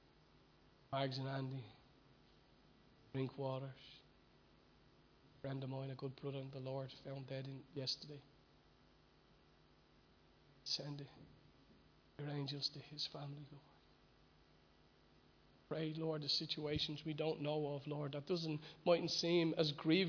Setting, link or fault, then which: setting, large echoing room